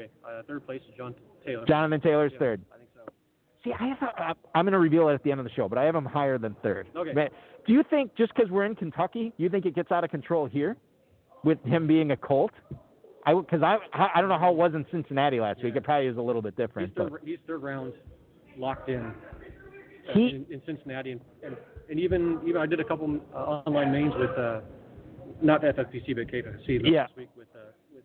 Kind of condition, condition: setting, busy venue